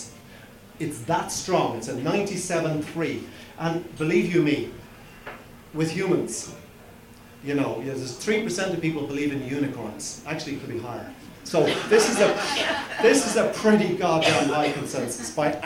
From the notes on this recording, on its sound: I am bringing you a recording of a talk. The talk was recorded during the March Green Drinks event hosted by The Dublin Branch of The Irish Wildlife Trust.